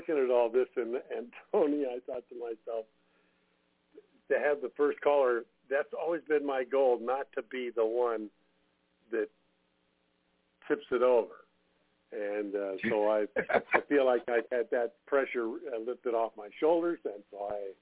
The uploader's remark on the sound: Conference Call